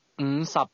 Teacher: Notice how the tones fell from the mid-level to a low level.